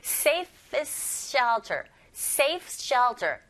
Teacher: This would be the safest에서 est, st와 뒤에 또 s. 자, 자음이 연속적으로 세 개가 쭈르륵 붙어서 나왔습니다. 그럼 두 번째 자음의 소리 t 탈락. 그리고 s, s 또 겹자음이죠.